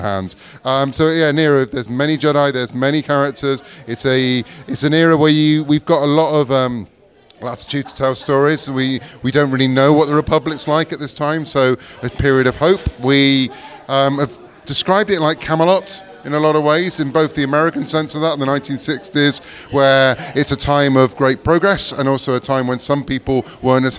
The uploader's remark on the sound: LIVE Sessions from Portsmouth Comic Con 2023. Ended with a LIVE quiz from the event's main stage!